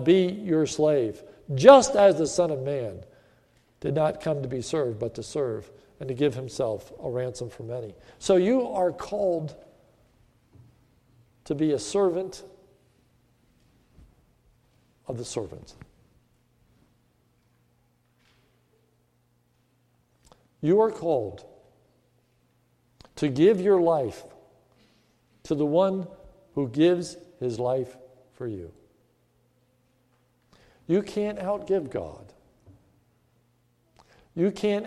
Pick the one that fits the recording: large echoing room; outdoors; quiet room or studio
large echoing room